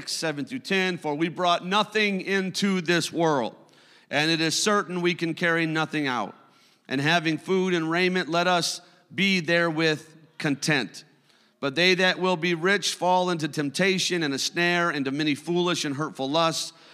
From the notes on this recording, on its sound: a service recording from Connect Point UPC